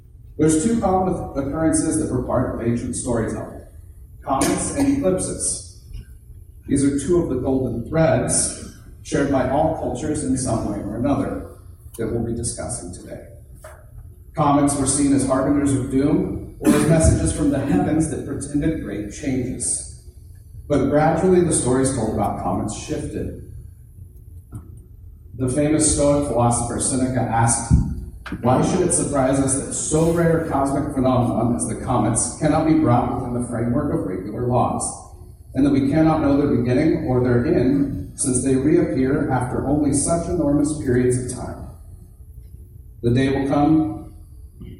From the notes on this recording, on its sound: Thanks to everyone that came out to the event, it's was a lot of fun and mildly terrifying because I'm used to speaking with all of you here on the podcast and not in a live setting in front of people.